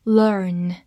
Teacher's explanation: E A R 字母组合发长音，er